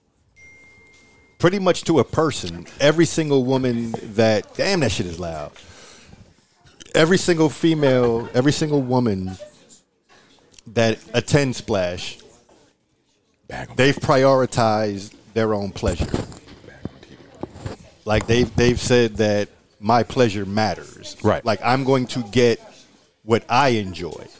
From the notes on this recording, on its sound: I was joined by many friends and contributors and team members at Splash Mocha in Houston. There was a small gathering in my suite as we kicked off the site and you will hear the festivities and jovial atmosphere in the background. Normally I would have done this in a quiet space but I wanted everyone who was listening to hear the energy in the room.